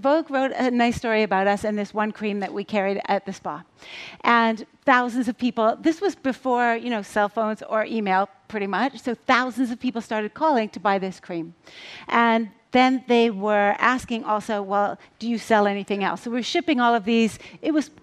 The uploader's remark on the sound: on stage at #BoFVOICES 2017